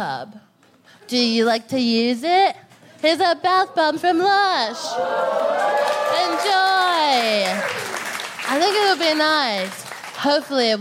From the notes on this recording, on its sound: Recorded 17 July 2022 at 21Soho in London.